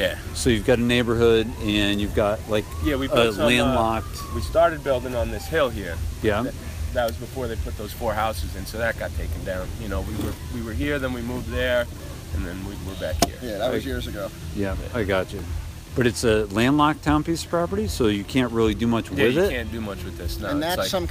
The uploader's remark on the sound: The interview took place at the Flatlands trails. Plenty of trails sounds happening in the background!